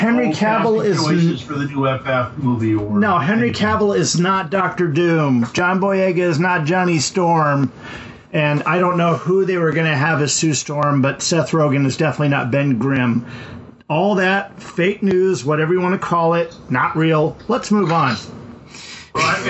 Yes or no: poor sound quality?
yes